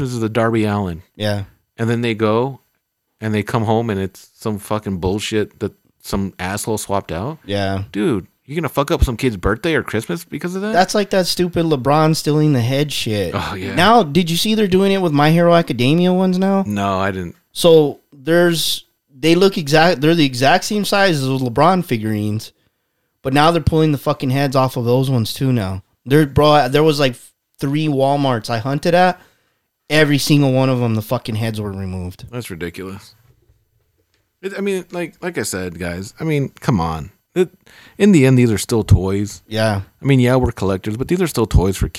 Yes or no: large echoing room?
no